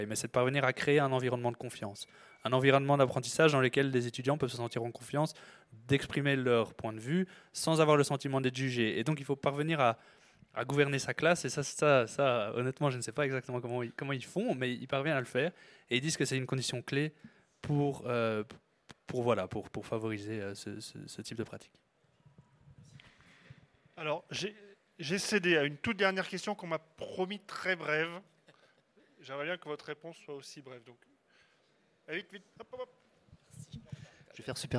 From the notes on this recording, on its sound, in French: Enregistré au REC Toulouse 2022